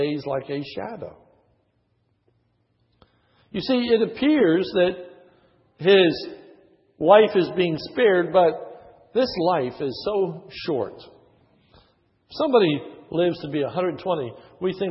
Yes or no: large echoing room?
yes